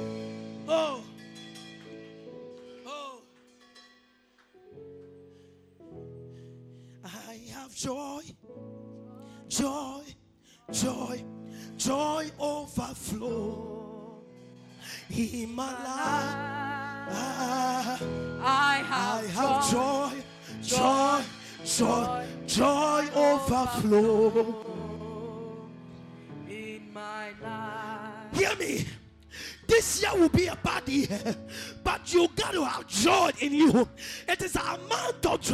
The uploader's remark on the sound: This is a Sunday service Recorded live from the VOG premise at Blue Lagoon, Sakaman.